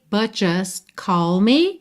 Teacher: Em but, just, você praticamente não ouve esses t's, que são aquelas consoantes oclusivas pintadinhas de vermelho que você já sabe que podem aparecer mais, menos ou nada.